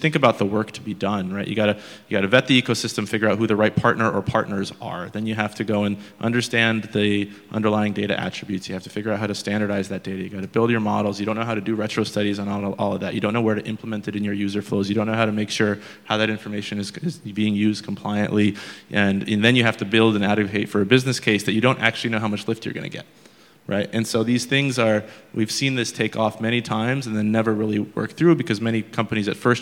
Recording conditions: busy venue